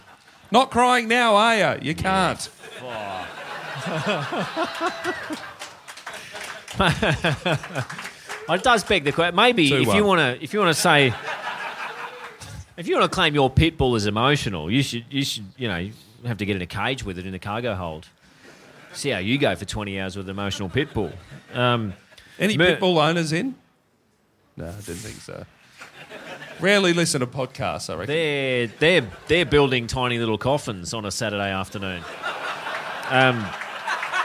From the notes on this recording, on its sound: The boys are live in Sydney once again.